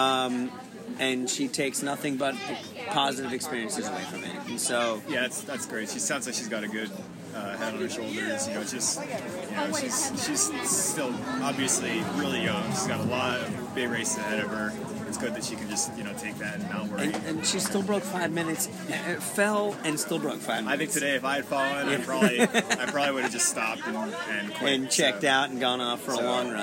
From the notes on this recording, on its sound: On location from South Coast Pizza after the Hal Canfield Mile